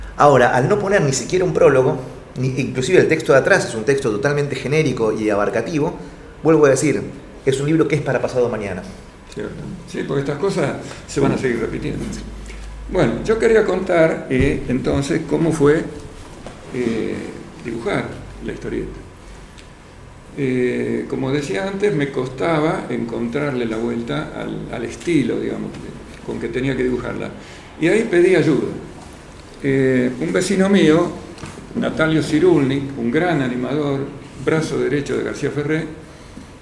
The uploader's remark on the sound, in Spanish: Compartimos la grabación del encuentro en la Biblioteca Nacional de la Gcomics Meetup #19